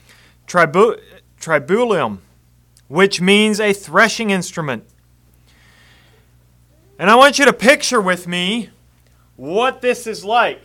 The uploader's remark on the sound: Message preached at Word of Hope on December 17, 2023